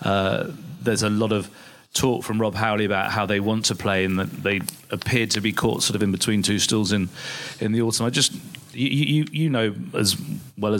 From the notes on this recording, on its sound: In front of a packed audience the panel discuss